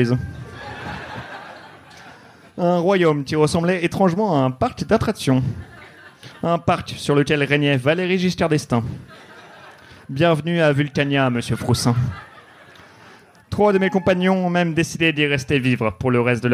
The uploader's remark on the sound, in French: Les épisodes sont désormais enregistrés en public, tous les jeudis au One More Joke.